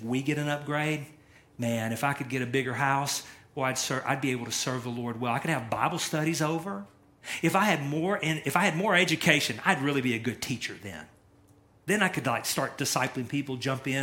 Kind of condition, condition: setting, large echoing room